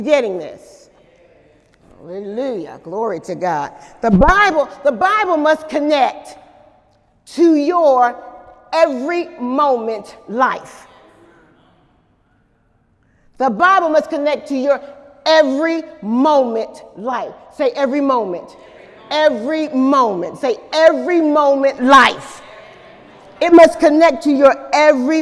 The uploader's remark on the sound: During Sunday morning service